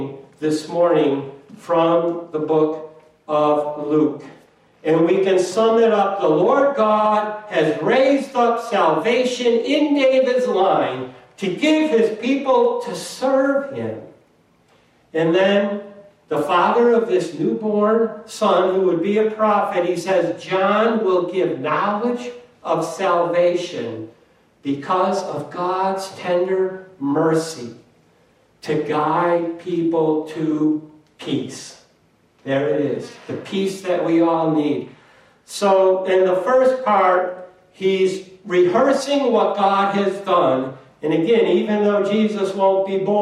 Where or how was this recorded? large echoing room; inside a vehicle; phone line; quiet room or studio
large echoing room